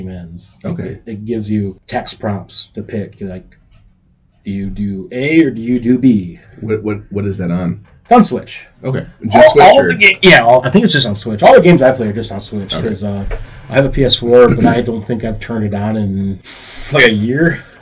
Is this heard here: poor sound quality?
yes